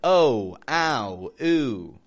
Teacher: These all use a W glide, folks.